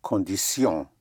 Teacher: The T-I-O-N and S-I-O-N is pronounced sion. You don't have the sh sound, the English sh, shin, but sion.